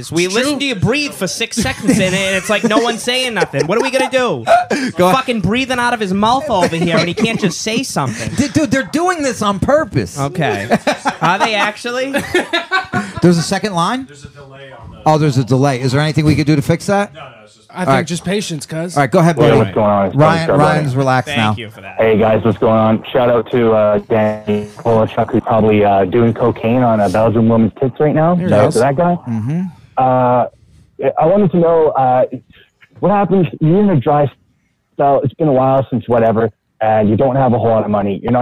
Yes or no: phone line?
yes